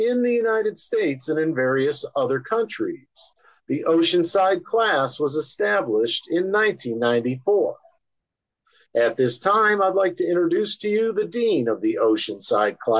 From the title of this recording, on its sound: Oceanside Zoom Class